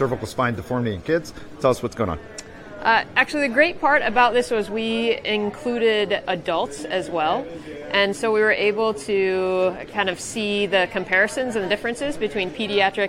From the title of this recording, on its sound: 57th SRS Annual Meeting | Session Moderator Live Interviews